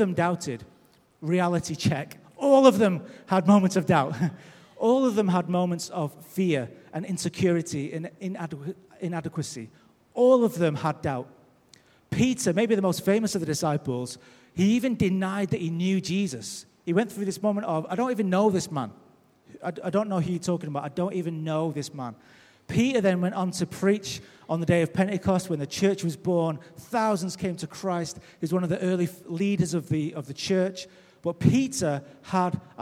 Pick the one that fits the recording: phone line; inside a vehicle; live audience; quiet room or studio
live audience